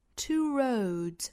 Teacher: 的发音呢，我们要注意两点。那之前我们也讲到过了，一个是口型。发成辅音 w 的那个口型啊，那个唇形，舌头同时用力向里去卷，卷成儿子的儿这样的一个用力度，两个动作呢同时摆出来 road，这个 r 的发音才算发对了，大家不要发成我们汉语的那个日肉啊，应该是 r，再去加后面的元音，这个元音呢英音的发法应该是一个 o。也就是从刷 sound 中元音过渡到后面一个短音的 road，所以说这个词呢一定要区分开我们汉语 road 那个音哈，应该是 road， two roads 后面加一个 s 仍然发浊音